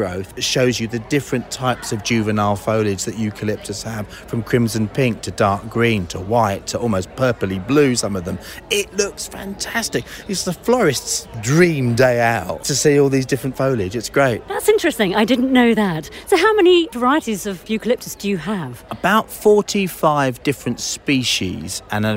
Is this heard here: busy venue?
yes